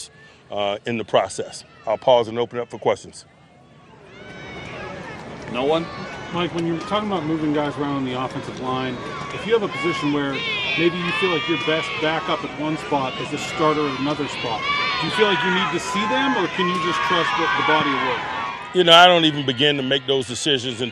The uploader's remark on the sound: ITL Live from Steelers Camp Day 14.